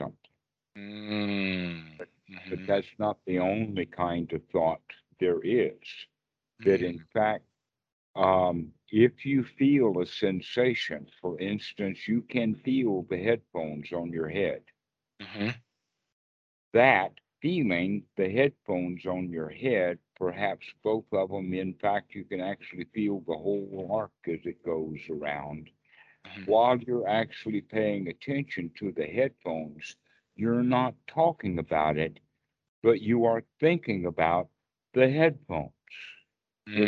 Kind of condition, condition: link, video call